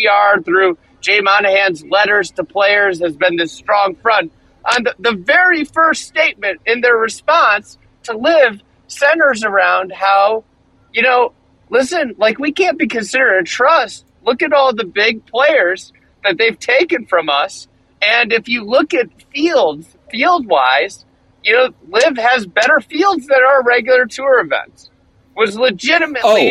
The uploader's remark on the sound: Sits in the car outside a beach house. Scoots through rural Nebraska in his own vehicle.